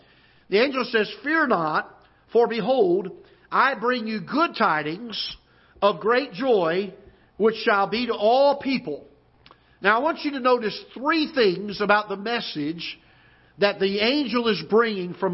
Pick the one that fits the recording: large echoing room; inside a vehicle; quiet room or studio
large echoing room